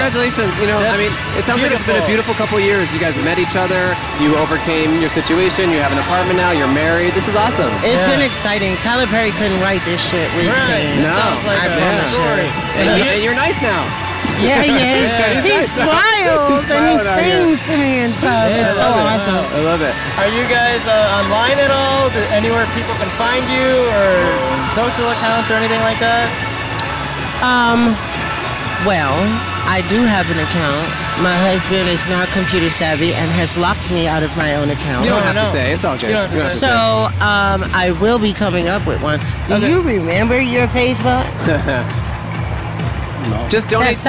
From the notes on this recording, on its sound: Recorded at the Fremont Street Experience in Downtown Las Vegas, Nevada.